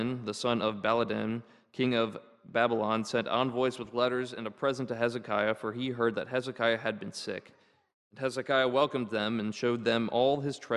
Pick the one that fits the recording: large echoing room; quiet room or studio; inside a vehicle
large echoing room